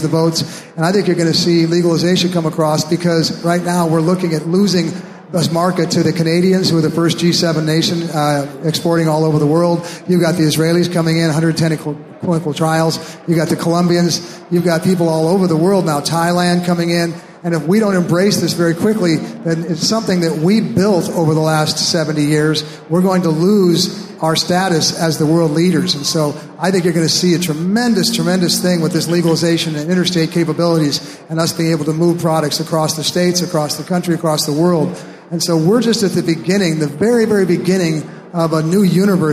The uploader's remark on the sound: Live From the Hawaii Cannabis Expo 2019. Recorded live on stage at the 2019 Hawaii Cannabis Expo in Honolulu.